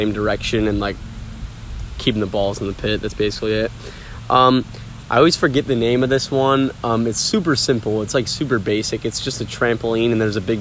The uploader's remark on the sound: Sorry about any of the wind! It’s a windy day day today.